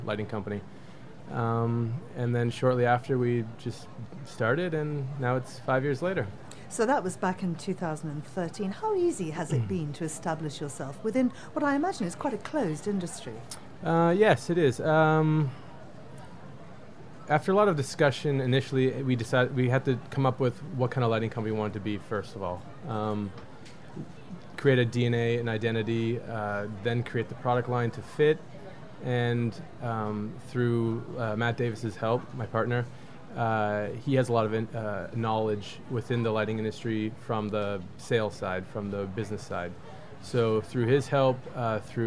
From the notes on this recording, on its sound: broadcast live from Salone del Mobile in Milan